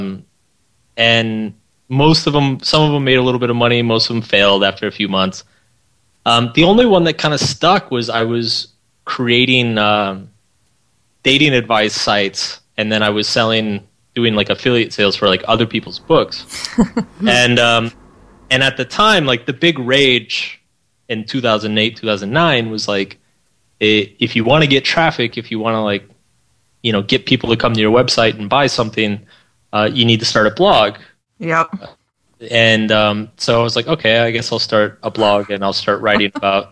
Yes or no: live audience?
no